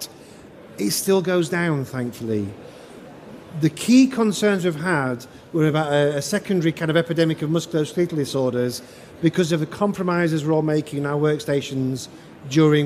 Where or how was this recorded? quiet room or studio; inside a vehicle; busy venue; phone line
busy venue